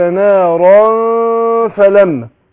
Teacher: الفاء بتخرج من بطن الشفة السفلى مع الثنايا